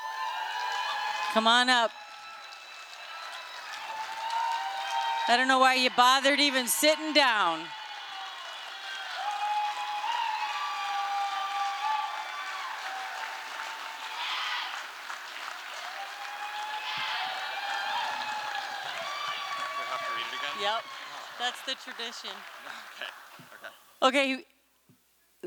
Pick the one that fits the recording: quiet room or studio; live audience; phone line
live audience